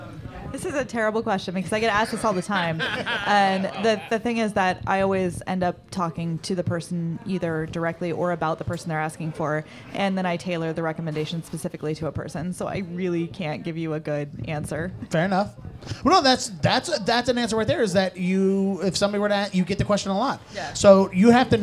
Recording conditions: busy venue